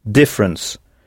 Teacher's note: on insiste à l'oral sur la première syllabe, difference.